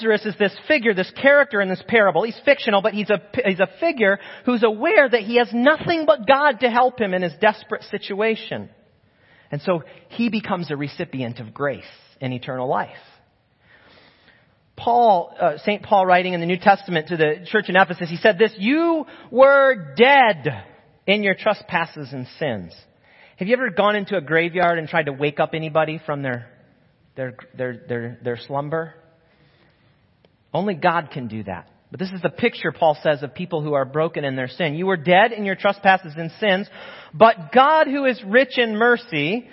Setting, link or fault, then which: setting, large echoing room